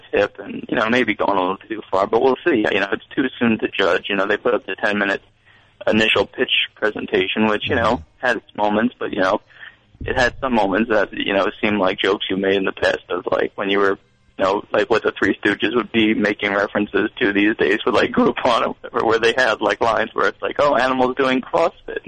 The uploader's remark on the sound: call in from the road!